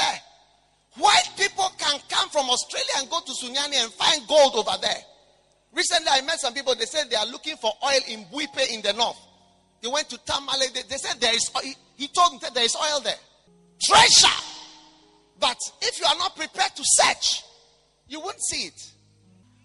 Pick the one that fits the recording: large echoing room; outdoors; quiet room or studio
large echoing room